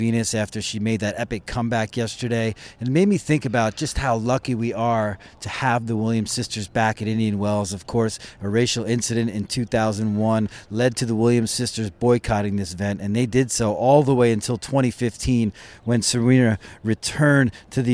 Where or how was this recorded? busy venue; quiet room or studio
busy venue